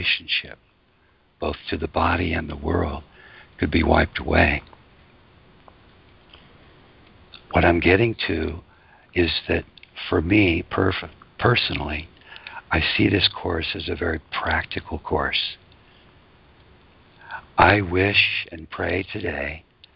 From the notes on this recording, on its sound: ACIM Daily TEXT Conference Call.